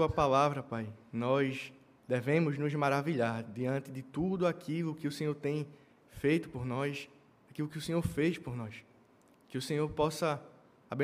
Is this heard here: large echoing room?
yes